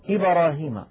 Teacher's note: نسمع أحيانا بعض الإخوة يقولون لقد كان الدال تميل إلى الكسر ميلا واضحا، في إبراهيم مثلا يقولون إبراهيم الباء تميل إلى الفتحة